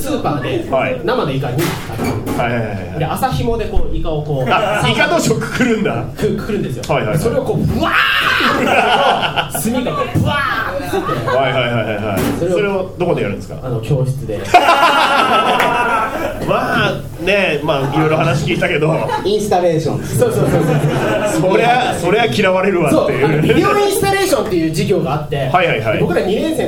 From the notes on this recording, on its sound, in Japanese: 渋谷アシパンで行われたブートレグサイエンス外伝での公開収録バージョンでお届けします。